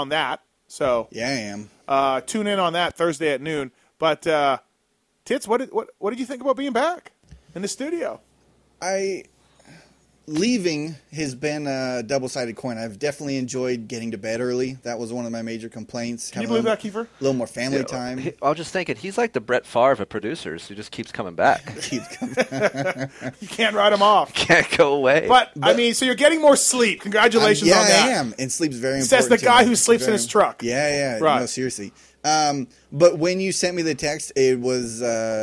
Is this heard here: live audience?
no